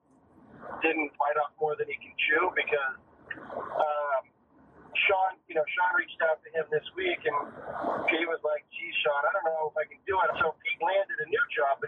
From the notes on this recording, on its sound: Drove. To visit his brother on Cape Cod, so the audio is not ideal.